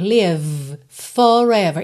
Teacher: Forever começa em F. O F e o V são feitos no mesmo local, né? Olha, lábio inferior, lá no dente superior.